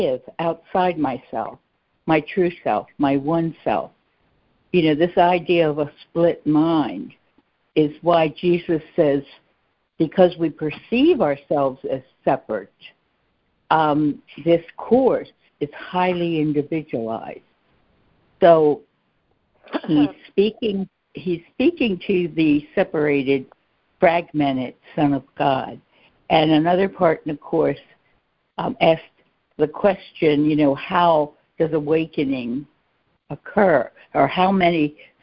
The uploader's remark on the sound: ACIM Daily Conference Call